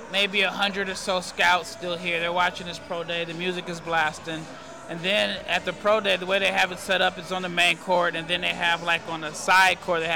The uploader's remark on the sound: Check in live from the Wintrust Arena in Chicago just minutes after the first day of the NBA combine.